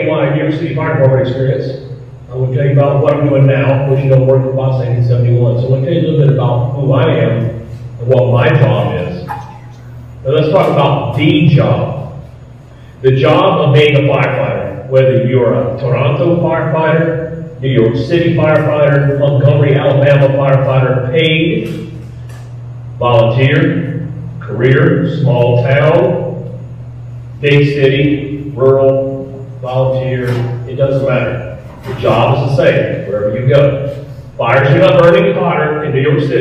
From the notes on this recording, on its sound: The audio of the video is because it was shot in a firehouse.